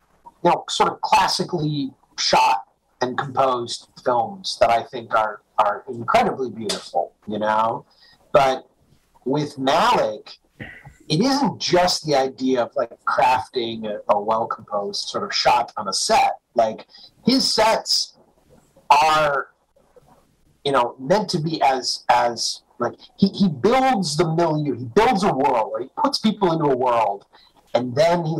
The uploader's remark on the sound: NOTE: The end is slightly cut off due to a recording error.